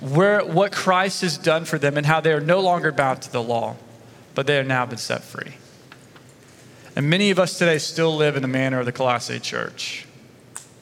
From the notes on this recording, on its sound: Sunday Message recorded 25 September 2023